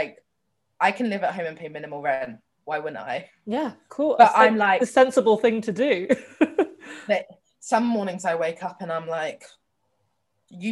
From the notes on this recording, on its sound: THIS EPISODE WAS RECORDED VIRTUALLY OVER ZOOM - AUDIO QUALITY IS AFFECTED (SORRY!).